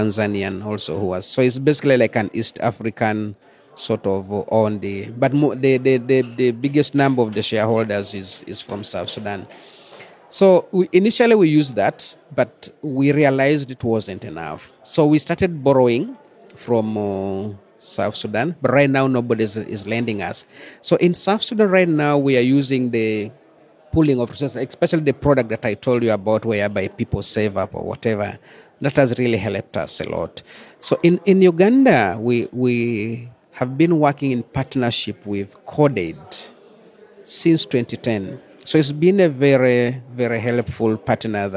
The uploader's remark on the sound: This podcast was taped at the fringes of SPARK’s 7th Annual IGNITE Conference in Amsterdam. A premier gathering of refugees, entrepreneurs, educators, private sector actors, government leaders, academics and NGOs.